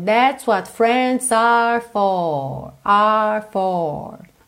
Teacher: na hora que está cantado, ela alonga essas sílabas por conta da melodia e a gente não tem muito R enrolado.